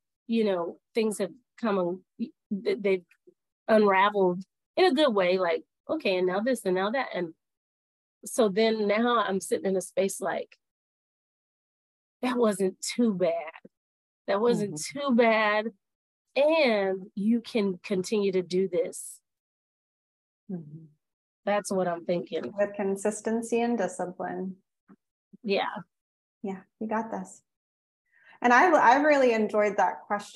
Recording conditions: drop-outs